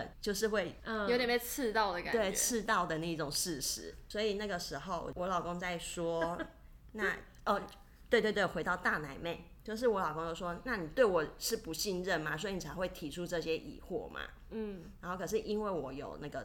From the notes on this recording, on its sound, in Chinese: 本集聽起來會有一點剪接感。為讓收聽感更流暢，所以我就做了一些剪接 但還剪得不夠好。我的笑聲真的太大聲了 用耳機收聽的人務必小心。